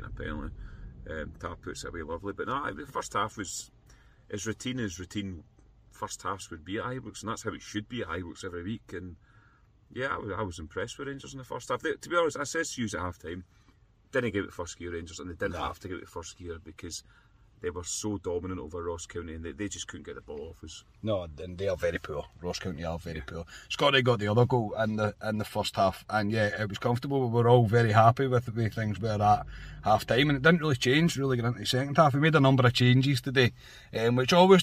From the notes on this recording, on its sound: reaction from the car